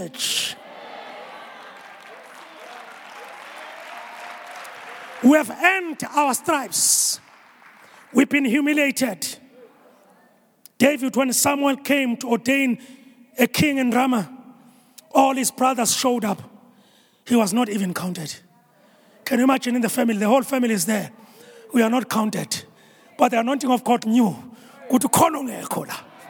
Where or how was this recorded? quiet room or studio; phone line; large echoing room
large echoing room